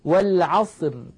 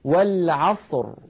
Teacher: الراء عند الوقف عليها ساكنة، وقبلها صاد ساكنة، وقبلها فتحة، فتحة العين. إذن نفخمها · Shown in: second take · لا نقول والعصر، لا نقول ذلك أبدا، بل نقول والعصر، نعاملها معاملة راء.